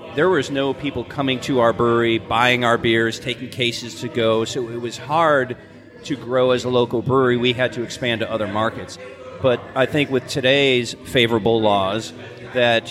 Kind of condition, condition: setting, busy venue